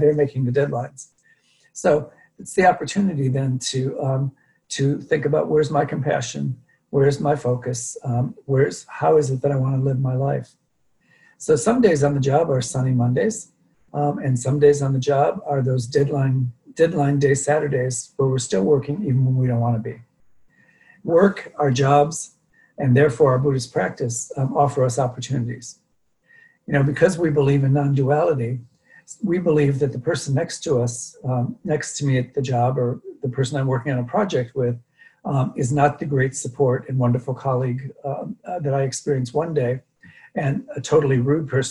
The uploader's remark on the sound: Dharma talk via Zoom.